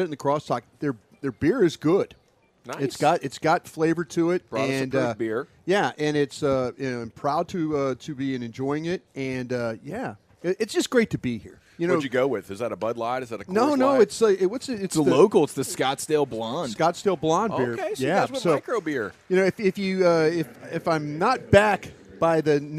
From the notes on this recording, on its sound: Live from Rangers Spring Training.